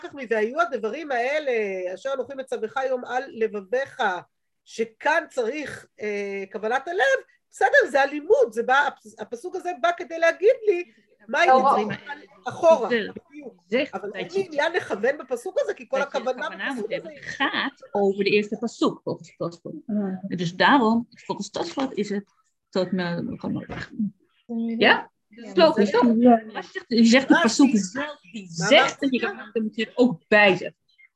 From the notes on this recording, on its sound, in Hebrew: השיעור הועבר והוקלט בזום